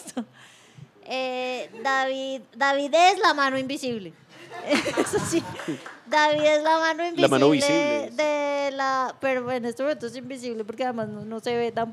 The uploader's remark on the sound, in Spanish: en vivo en la Universidad de los Andes